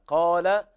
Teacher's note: قافنا أعلى درجات التفخيم المفتوح وبعده ألف